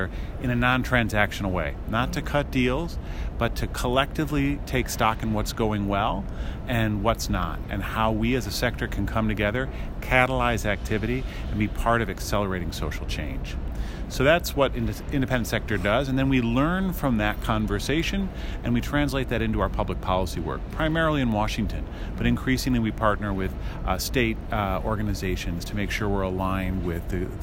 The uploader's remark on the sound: Our Common Future conference was held in Detroit, Michigan at the end of October 2017. Our Bonfires team was invited to podcast from the Our Common Futures conference which was held in Detroit at the end of October 2017.